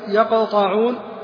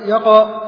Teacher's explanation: فهو صويت بعد سكون القاف خرج بعده، لا يبلغ أن يكون حركة كاملة · Shown in: first take · يقطعون، بعض الناس يبالغ فيقول يقى فيخرج حركة كاملة، وهذا غلط. · Term: القلقلة